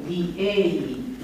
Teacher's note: Există și niște excepții de la aceste reguli ale silabei scurte, și anume, la declinarea a cincea, formele de genitiv și dativ singular au vocală lungă, purtătoare de accent, chiar dacă această vocală este în poziție intervocală. Deci ea e lungă, oricum avem diei.